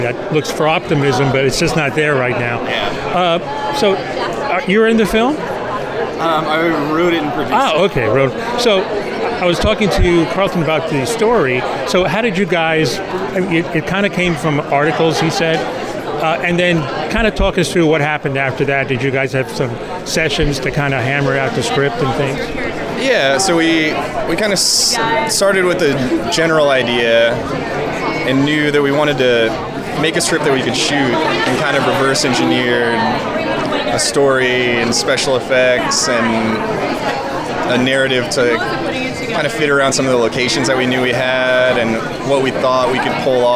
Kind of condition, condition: setting, busy venue